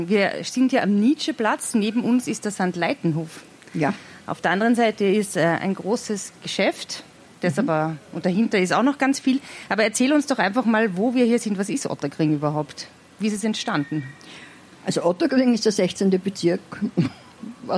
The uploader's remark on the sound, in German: Live in Ottakring. 1.Teil des Live-Mitschnitts vom Kultursommerwien 2020. Live am Nietzscheplatz über Ottakring.